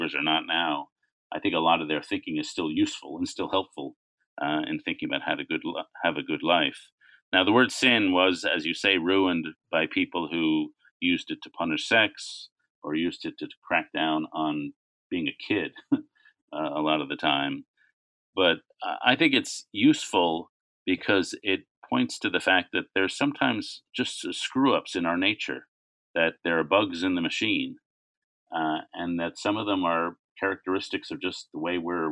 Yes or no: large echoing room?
no